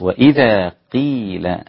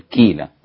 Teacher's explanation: والقاف عند كسرها تكون في أدنى مراتب التفخيم ولا تصل بأي حال إلى الكاف · Shown in: first take · لا تقل كيل إنما قيل هكذا.